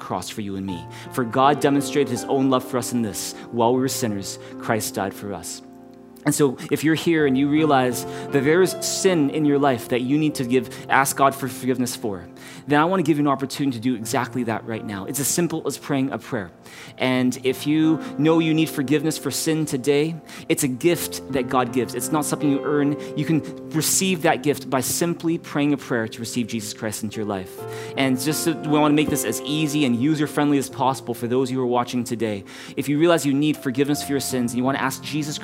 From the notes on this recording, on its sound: Streamed on November 7, 2021 at THRIVE Church Vancouver, Canada. Church Online is a community based in Greater Vancouver Area.